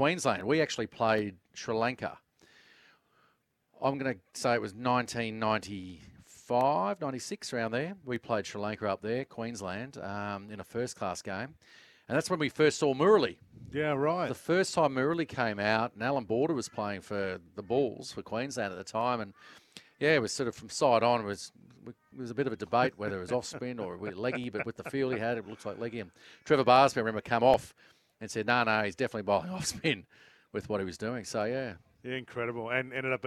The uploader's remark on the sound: LIVE from Ian Healy Oval